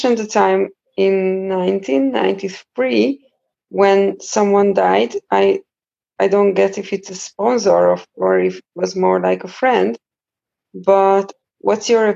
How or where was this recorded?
video call